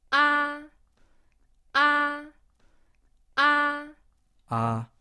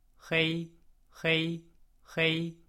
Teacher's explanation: the first tone is a high level long tone